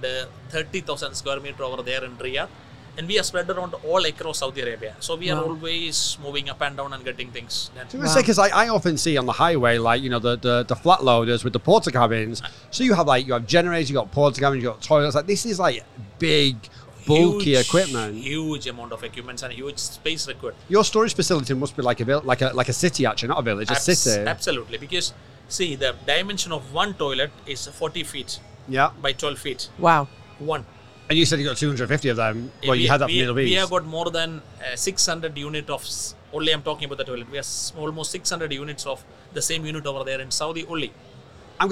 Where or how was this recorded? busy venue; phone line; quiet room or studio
busy venue